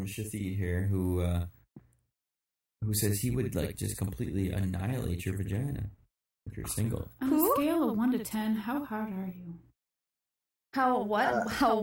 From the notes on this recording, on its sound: This is a shitty echo chamber edition.